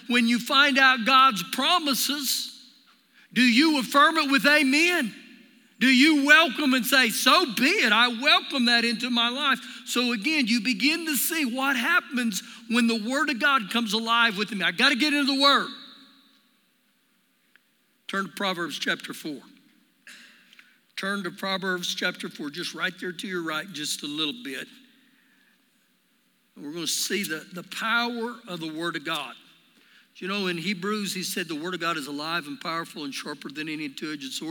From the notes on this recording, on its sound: Recorded live during our Sunday morning service